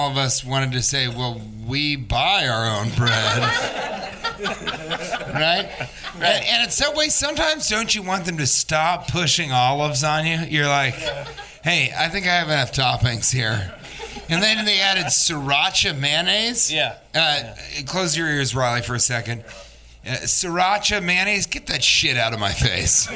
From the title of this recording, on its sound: Live from Virginia Beach Funny Bone